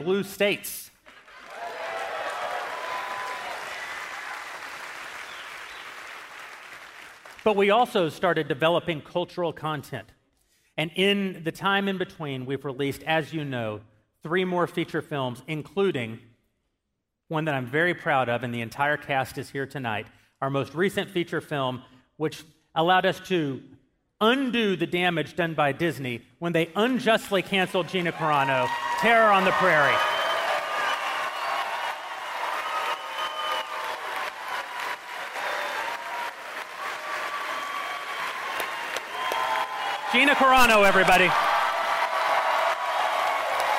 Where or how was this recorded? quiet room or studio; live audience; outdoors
live audience